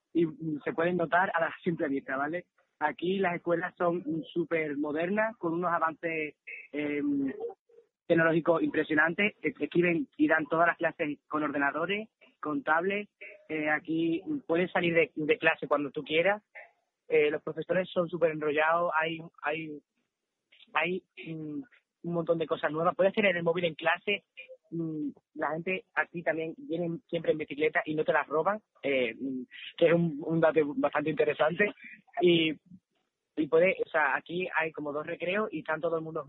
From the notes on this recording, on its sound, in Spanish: Badajoz-Hardenberg. Entrevista telefónica.